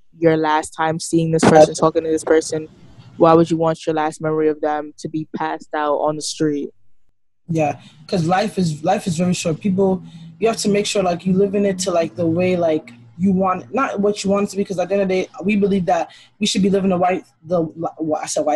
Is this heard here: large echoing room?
no